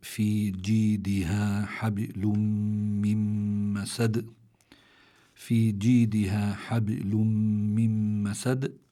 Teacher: الله تعالى يقول في جيدها حبل من مسد في جيدها حبل من مسد في عندي في كلمة حبل في عندي باء ساكنة وسكون أصلي هذا فعندي هون الباء مقلقلة لكن لكونها في وسط الكلمة بيكون القلقلة أخف مما لو كانت عند الوقف. حبل من مسد عندي تنوين أتى بعده ميم التنوين اللي هو نون ساكنة لكن شو صار بها النون الساكنة أدغمت بالميم لأن الميم من حروف الإدغام والإدغام يكون مع الغنة.